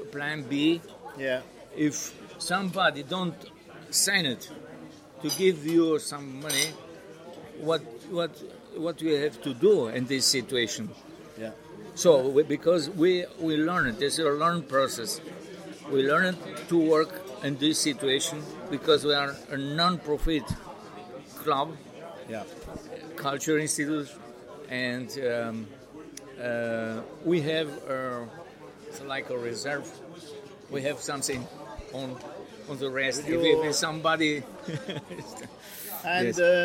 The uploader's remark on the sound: Recorded at Inntöne Festival, 14 August 2020